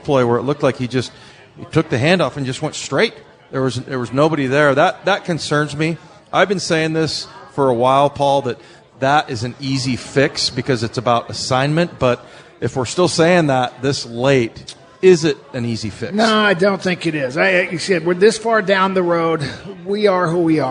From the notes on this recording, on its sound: live at Pearl Bar and Dining